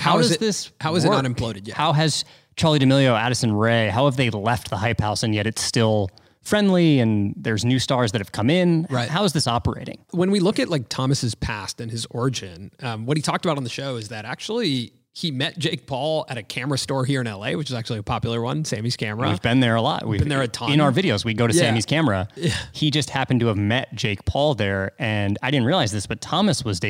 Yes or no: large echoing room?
no